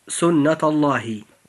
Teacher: وفي النطق نجد أننا ننطق حرف اللام في لفظ الجلالة بعده مباشرة، فإذا جاء قبل اللام الموجودة في لفظ الجلالة في أي كلمة جاء قبله حرف مفتوح مثل التاء الموجودة في كلمة سنة، فإن هذا الحرف يجب أن يفخم، فتنطق هذه العبارة هكذا: سنة الله. · Term: التفخيم